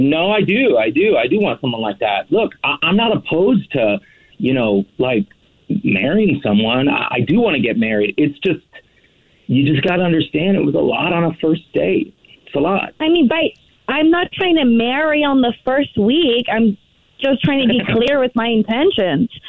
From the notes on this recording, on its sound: We get that other person on the phone